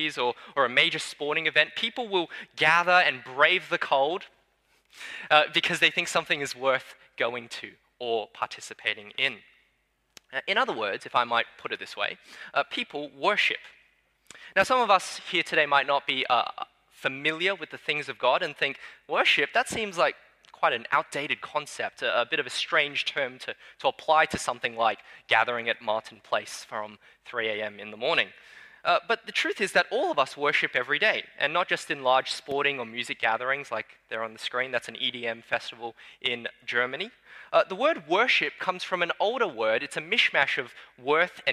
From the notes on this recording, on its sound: Sermon preached on 3 July 2022 at Newtown:Erskineville Anglican Church.